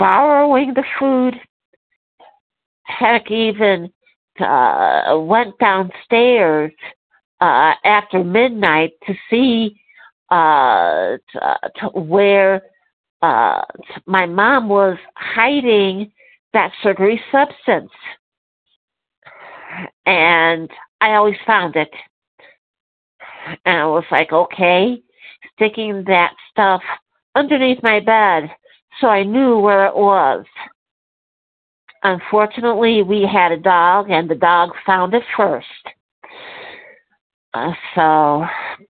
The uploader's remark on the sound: 100 Pounders Phone Meeting